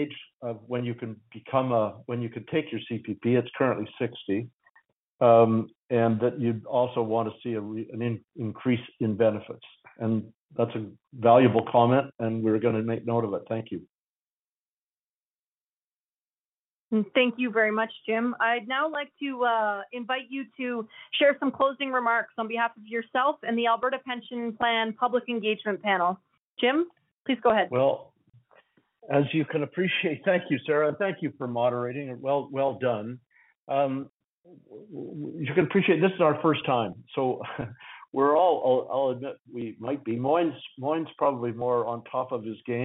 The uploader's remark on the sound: Northern Alberta Telephone Townhall